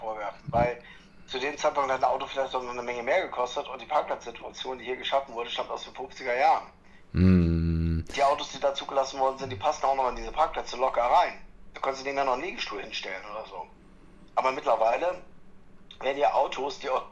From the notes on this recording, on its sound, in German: am Telefon zugeschaltet